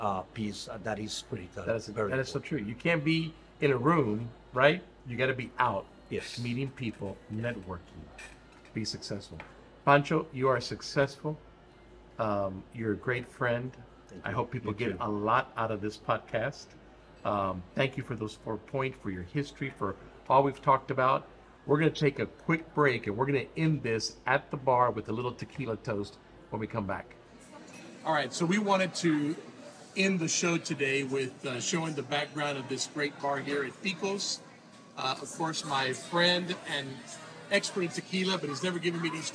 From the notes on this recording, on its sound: All this while we enjoyed dinner and tequilas at Picos Mexican Restaurant in Houston, Texas.